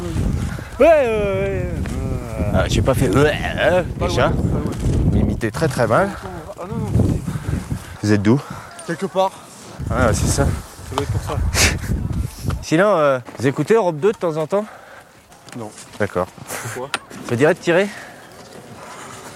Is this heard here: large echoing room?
no